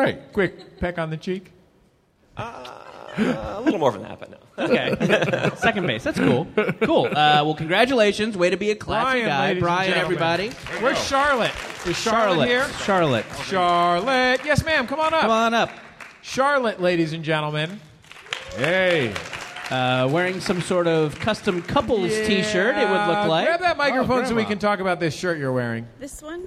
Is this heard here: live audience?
yes